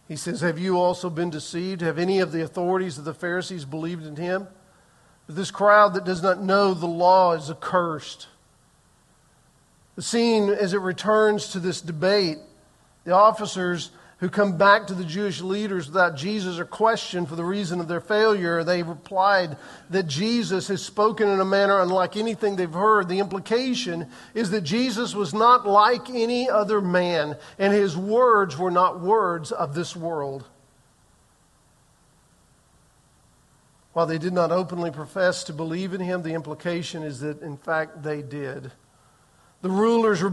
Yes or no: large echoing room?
yes